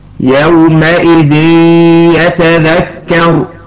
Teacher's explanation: والصواب أن ننطقها يومئذ يتذكر. فقد أضغمنا التنوين أيضا في حرف الياء من كلمة يتذكر، وكان أيضا بغنة · Term: الإضغام بغنة